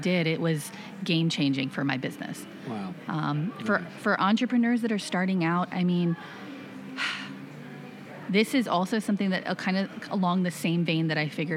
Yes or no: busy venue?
yes